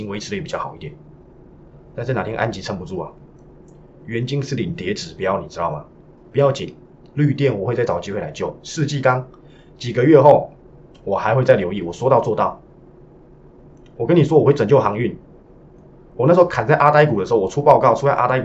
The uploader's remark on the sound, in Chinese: 今天錄音設備有出點問題，敬請見諒!